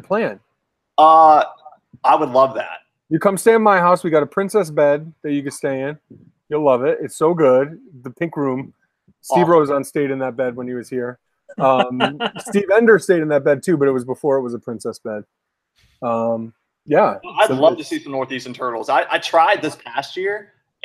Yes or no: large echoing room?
no